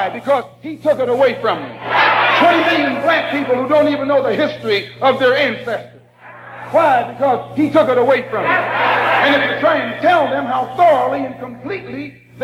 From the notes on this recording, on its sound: Memorial Service April 28 1962